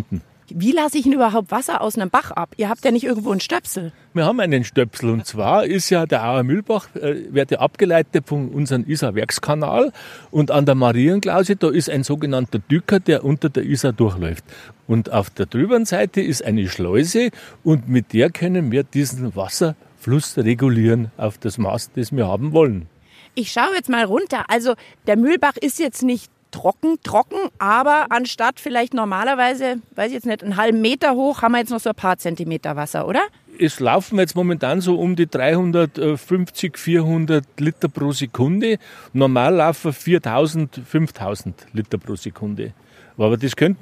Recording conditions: outdoors